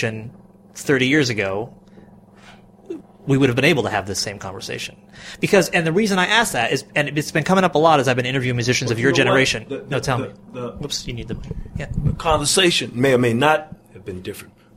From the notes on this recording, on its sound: This interview was recorded in the dressing room just after their performance at the 2011 Vision Festival.